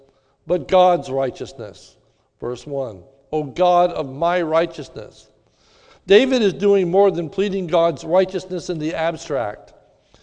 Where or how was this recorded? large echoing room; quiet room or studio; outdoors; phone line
large echoing room